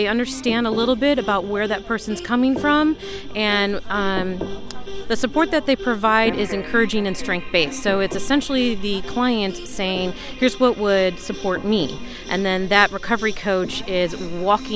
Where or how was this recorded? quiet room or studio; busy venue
busy venue